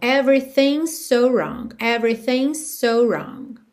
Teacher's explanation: como a gente tem um apóstrofo S e a próxima palavra é so, vai soar um S só